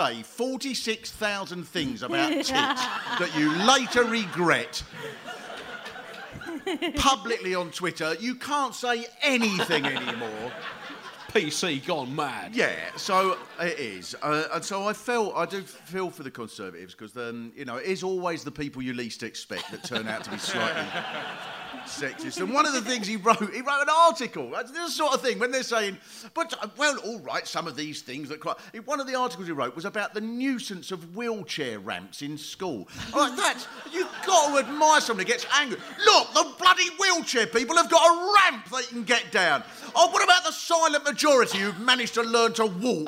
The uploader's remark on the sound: Britain in Crisis (Live!). Show recorded on 18th January at Leicester Square Theatre.